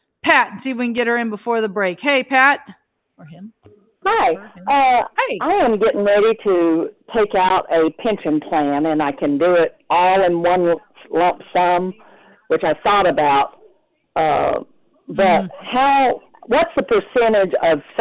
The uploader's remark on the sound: The show features interactive segments where listeners call in with specific tax queries.